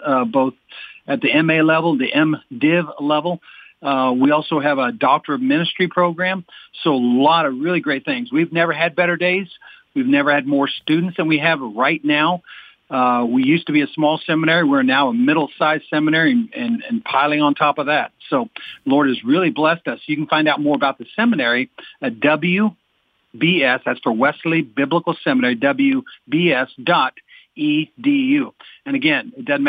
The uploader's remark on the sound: Today's Phone Guest